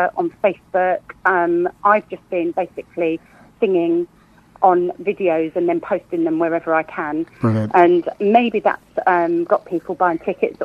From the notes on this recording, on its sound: joined on the phone